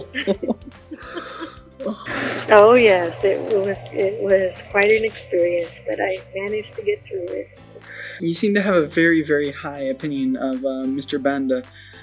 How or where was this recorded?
phone line